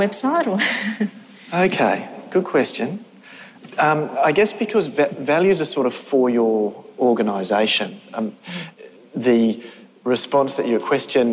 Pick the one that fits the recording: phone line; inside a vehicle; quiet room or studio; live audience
live audience